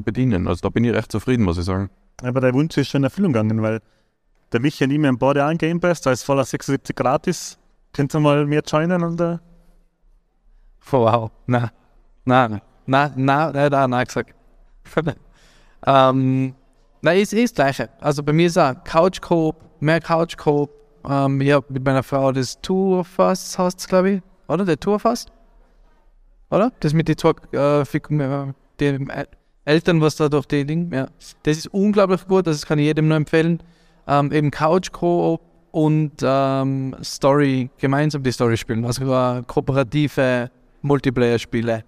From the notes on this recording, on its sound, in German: Live Podcast aus der Pineapps Gaming Area